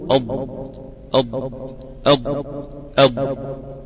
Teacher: وضح الإمام الآلية في النطق أن تأتي بحافة اللسان، حافة اللسان تعرف طرف لسانك من الأمام، ده اسمه حافة أمامية، اللي هو بين قوسين الطرف، يعني من الجنب اسمه حافة، الأمام اسمه طرف، من الجنب اسمه حافة، الحافة اليسرى تصعد لتصطدم أو تلتصق أو تتكئ بالأضراس، المنطقة الداخلية للأضراس، أقول أض. هذا هو حرف الضاد.